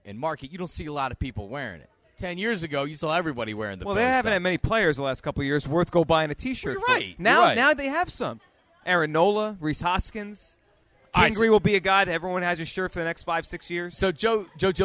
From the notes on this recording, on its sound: live from the AT&T Store in Philly